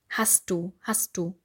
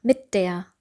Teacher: Und das D klingt fast wie ein T · Term: progressive Assimilation